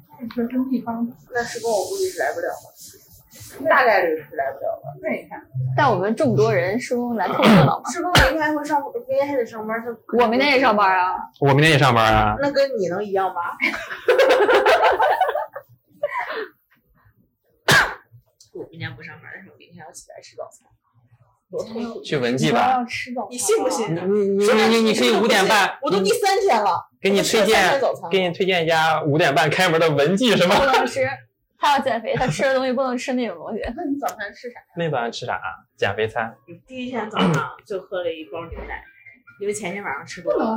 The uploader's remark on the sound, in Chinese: 由于我们是在外面边吃饭边录制，爆音有点严重